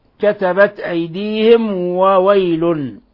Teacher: ميم ساكنة جاء بعد حرف الواو، الحكم التجويدي إظهار شفوي، بل هو من أشد حالات الإظهار، لأن القراء حذروا من إخفاء الميم الساكنة عند الواو والفاء للاتحاد ولقرب المخرج.